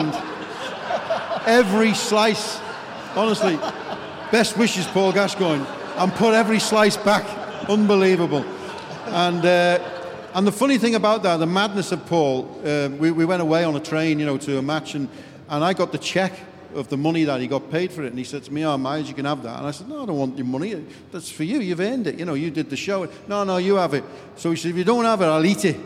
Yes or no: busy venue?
yes